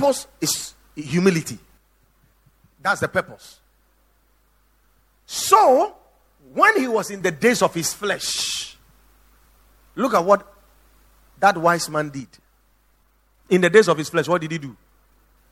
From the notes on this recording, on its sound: Preached at The Watered Garden Church